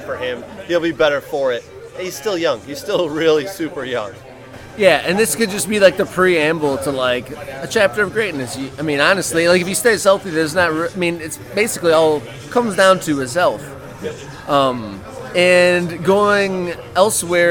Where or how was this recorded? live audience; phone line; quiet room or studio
live audience